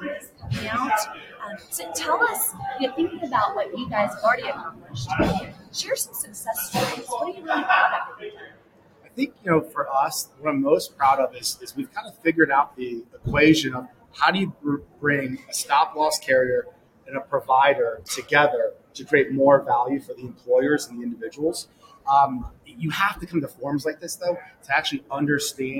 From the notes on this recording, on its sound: Live at the SIIA 2022 Engage Conference